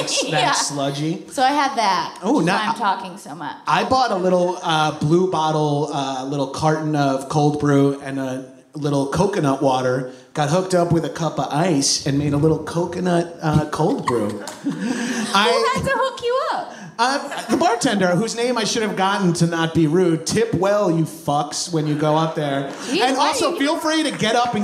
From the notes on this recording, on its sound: a LIVE taping of High & Mighty in San Fransisco